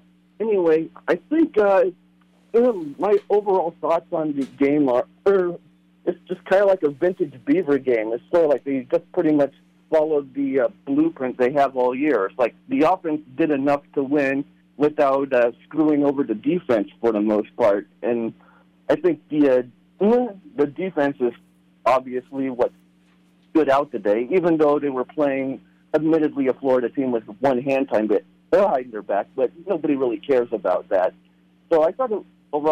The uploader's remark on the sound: Florida Postgame Call-In Show